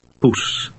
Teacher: The Dutch o sound resembles the double O in the English word fool, only it's shorter.